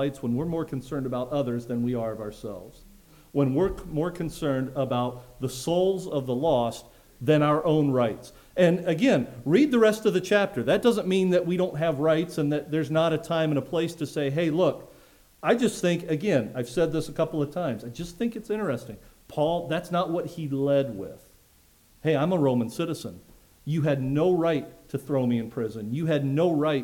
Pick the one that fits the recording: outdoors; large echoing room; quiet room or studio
large echoing room